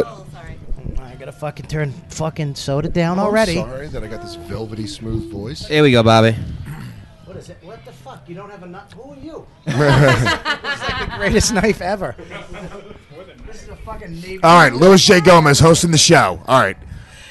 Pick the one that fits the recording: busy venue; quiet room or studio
busy venue